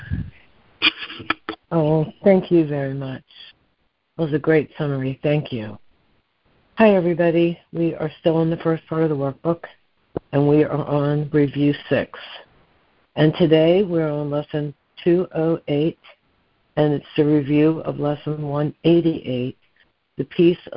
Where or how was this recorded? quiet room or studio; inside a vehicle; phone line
phone line